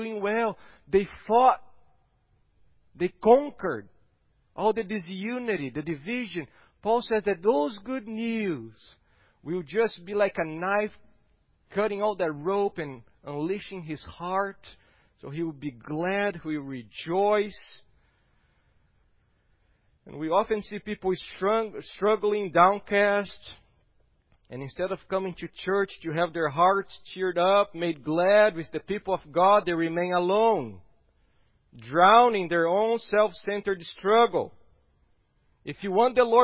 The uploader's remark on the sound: at Gracious Cross Reformed Church Salem on Sunday, November 22nd, 2020